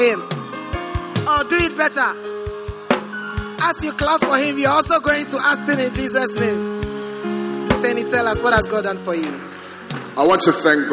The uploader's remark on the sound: Preached at the Prophetic Encounter Service.